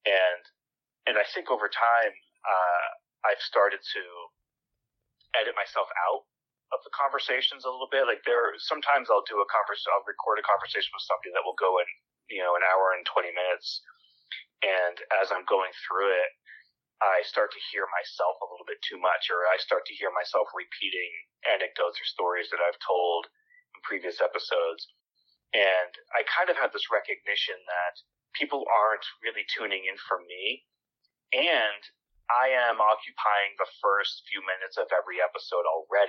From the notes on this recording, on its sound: over the phone